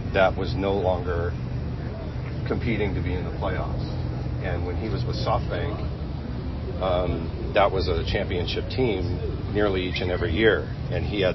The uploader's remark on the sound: Live from the GM Meetings